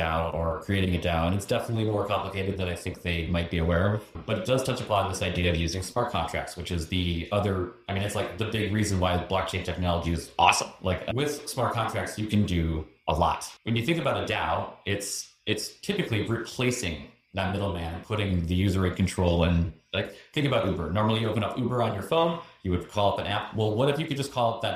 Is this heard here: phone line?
no